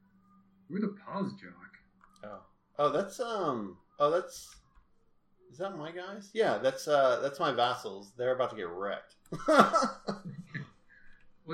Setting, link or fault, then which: fault, poor sound quality